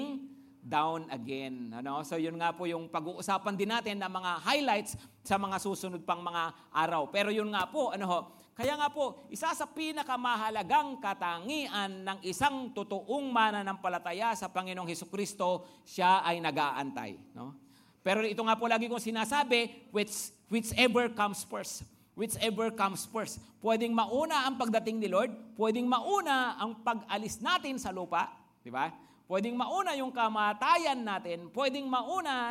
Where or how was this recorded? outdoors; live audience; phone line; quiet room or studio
live audience